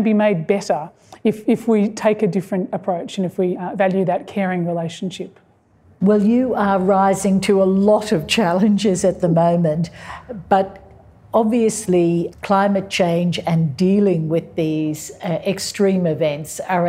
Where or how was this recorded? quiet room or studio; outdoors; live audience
live audience